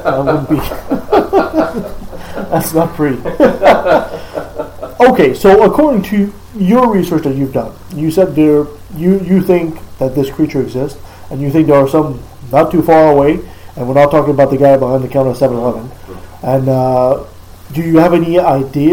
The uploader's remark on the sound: we had some mic issues, audio is less than optimal